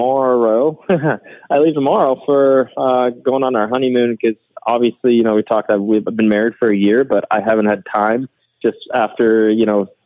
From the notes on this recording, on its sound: will be on the phone